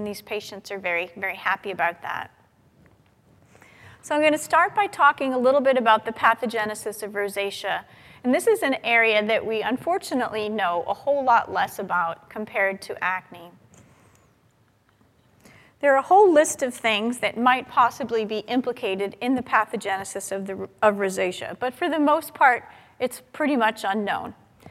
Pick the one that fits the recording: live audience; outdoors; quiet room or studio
live audience